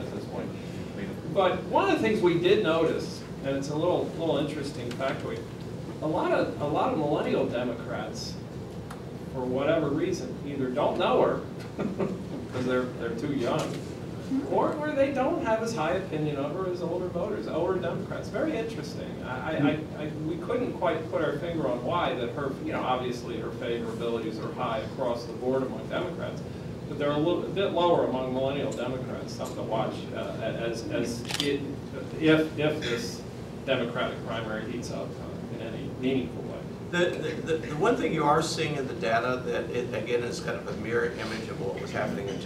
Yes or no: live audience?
yes